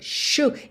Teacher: Seguro de vida, life insurance, e eu vou falar de propósito aqui, plano de saúde, health insurance, e atenção à pronúncia, shu, esse S aí vai ter um som de X, certo, ou de SH, insurance, ok?